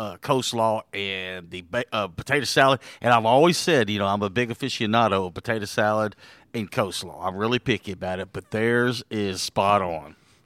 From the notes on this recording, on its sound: Was a Free For All Friday LIVE from Mabry Smokehouse!